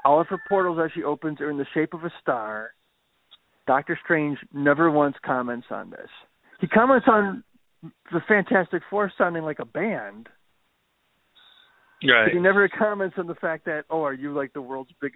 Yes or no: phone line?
yes